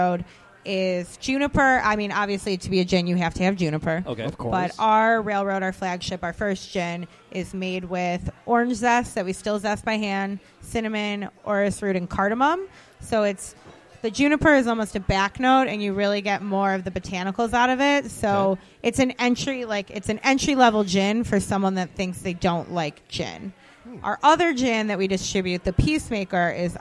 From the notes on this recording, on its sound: recored live at Detroit City Distillery in the Eastern Market